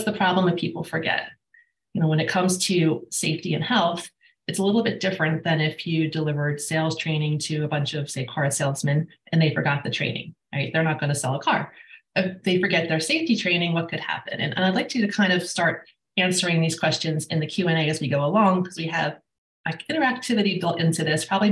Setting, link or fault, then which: link, video call